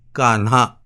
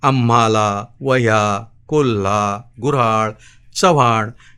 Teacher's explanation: मराठीत जेव्हा आणखी बरेच हकारयुक्त ध्वनी विकसित झाले तेव्हा त्यांच्यासाठी नवीन चिन्ह देण्याचा प्रयत्न झाला नाही आणि हकारयुक्त ॲस्पिरेटेड न म य र ल र व हे ध्वनी आपण कारण नसताना जोडाक्षर म्हणून लिहू लागलो.